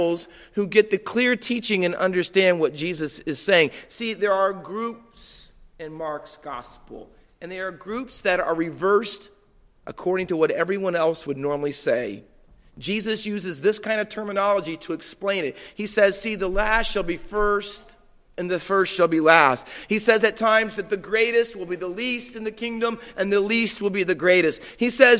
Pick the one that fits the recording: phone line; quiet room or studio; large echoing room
large echoing room